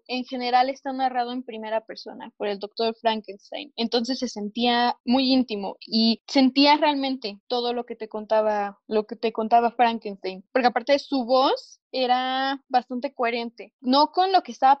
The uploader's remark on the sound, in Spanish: Desafortunadamente grabamos a distancia, por lo que el audio se vuelve inestable.